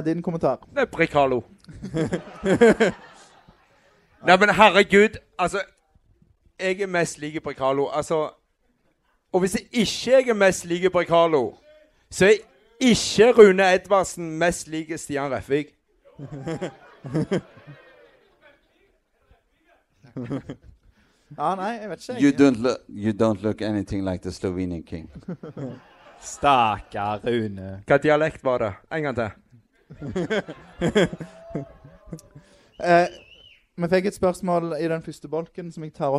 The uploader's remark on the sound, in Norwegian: Vikingpodden LIVE del 2 – 15. sep. 2023. Andre del av Vikingpoddens liveshow fra 15.